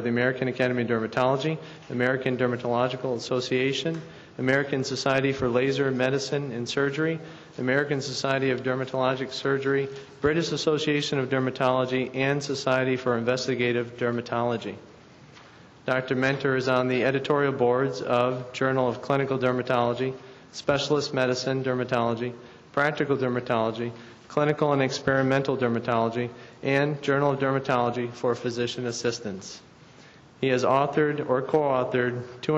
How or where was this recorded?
large echoing room